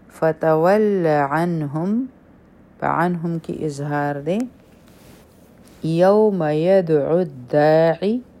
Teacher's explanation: یدعو الداعی په دال به قلقلا کو